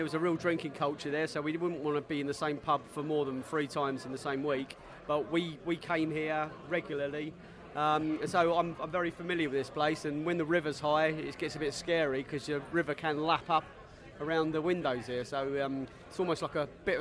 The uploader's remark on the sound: Chelsea pre-match podcast from the pub